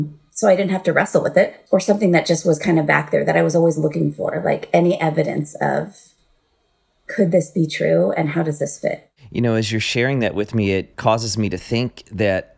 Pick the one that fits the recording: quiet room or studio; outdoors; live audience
quiet room or studio